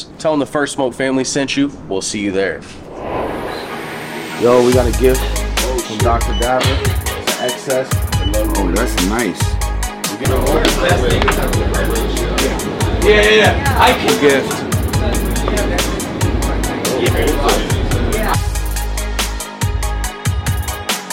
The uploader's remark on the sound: Today we are in New York City at the Stoned Lounge. We are recording in one of his various NYC lounges that are one of a kind immersive (food x weed) experiences.